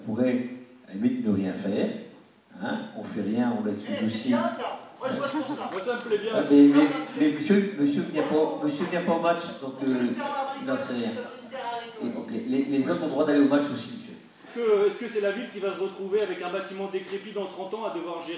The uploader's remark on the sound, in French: Elle a été enregistrée en public, à l’occasion d’une journée de mobilisation contre la construction d’un nouveau stade de foot à Brest.